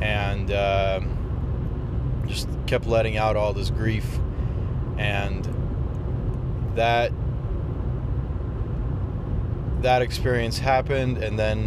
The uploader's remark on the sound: Recorded on the drive. First upload since having moved to California.